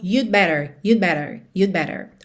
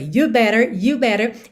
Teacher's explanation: E esse de, por ser assim tão sutil, uma consoante oclusiva, suave que vem aí na contração, acaba sumindo. Então, muitas vezes o que a gente ouve realmente é you'd better, porque na hora que eu vou fazer o de, eu já tô fechando a boca pro B.